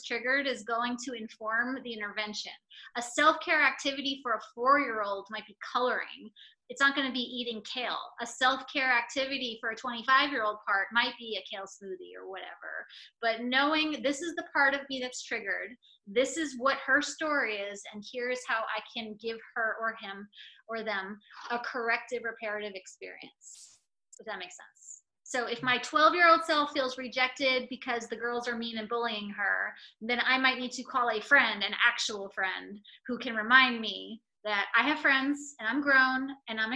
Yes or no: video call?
yes